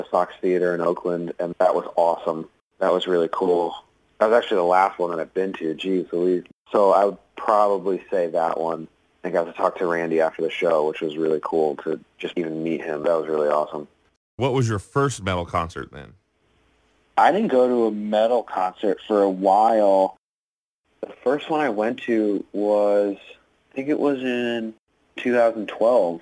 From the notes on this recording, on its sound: The interview was conducted over the phone